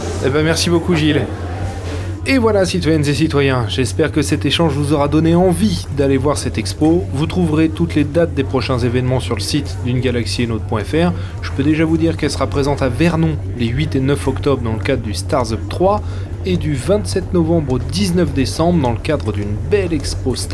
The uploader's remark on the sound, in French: un épisode Hors-Série en direct du Star's Up Festival